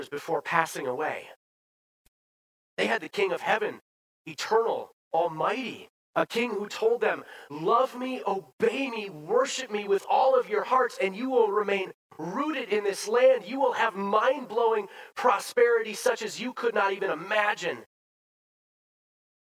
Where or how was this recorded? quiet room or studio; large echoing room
large echoing room